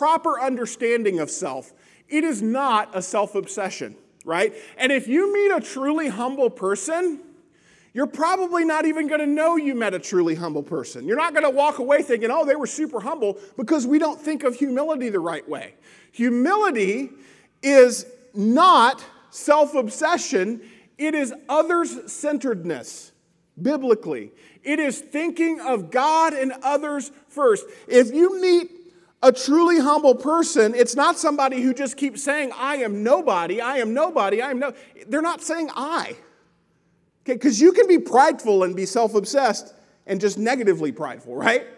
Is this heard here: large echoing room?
yes